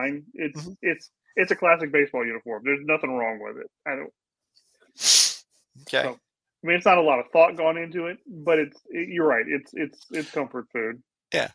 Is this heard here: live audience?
no